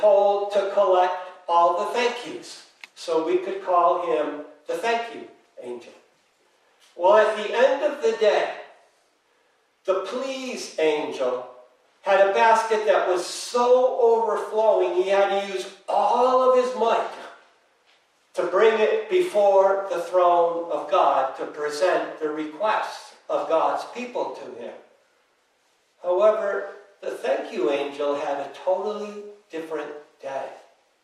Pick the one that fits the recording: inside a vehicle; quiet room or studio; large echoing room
large echoing room